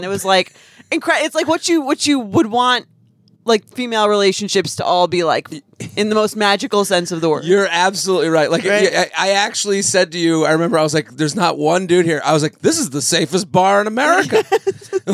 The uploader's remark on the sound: A very special episode recorded from the Pizza Hut struggle bus in Athens, GA. Answer a listener voicemail from the Hut-Line.